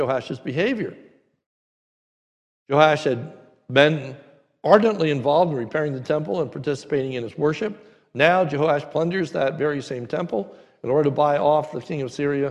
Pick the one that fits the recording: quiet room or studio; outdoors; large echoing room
large echoing room